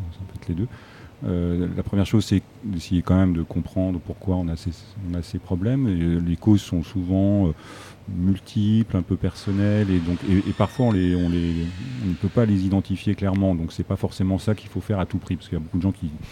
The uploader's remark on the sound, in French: Festival Pariscience. MNHN. Nous avons eu la chance de l'enregistrer en direct depuis la grande galerie de l'évolution en partenariat avec le festival du film scientifique : Pariscience !